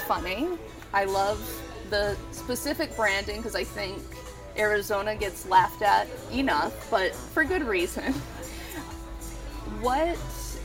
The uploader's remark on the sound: Apologies to listeners as the background noise was a little loud.